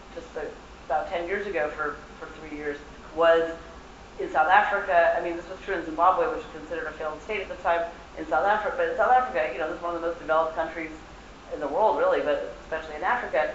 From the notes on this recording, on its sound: session recorded at Socialism 2022